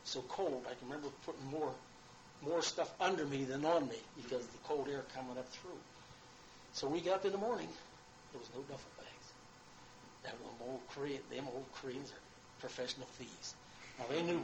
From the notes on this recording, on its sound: This interview was recorded on a cassette tape and done as part of a college research paper with scripted questions. I have saved the tape and moved the audio to my computer to share with you all. The audio quality is not flashy.